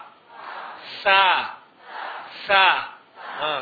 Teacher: Ada desis bukan fa, bukan f, bukan v.